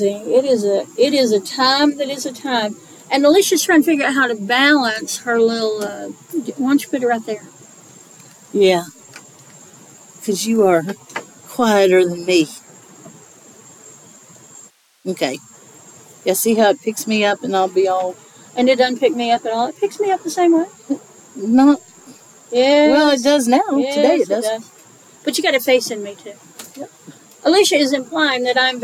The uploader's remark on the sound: Recorded this episode on the porch on the day of the fall equinox, & you can hear the satisfaction in their voices now that the summer heat is mostly gone.